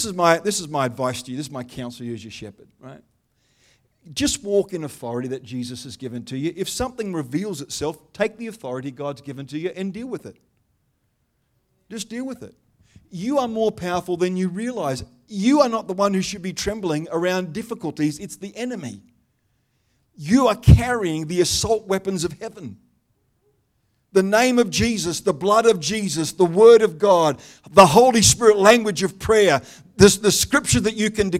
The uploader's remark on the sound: The live stream of Destiny Church Atherton.